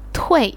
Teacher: it's a falling tone